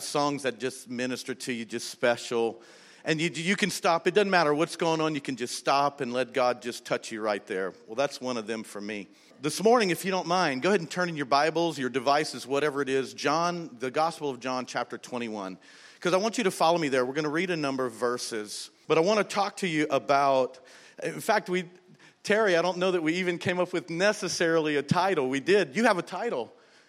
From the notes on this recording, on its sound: Was recorded on October 13, 2019, during service at The Anchor Church in Rockport, Maine.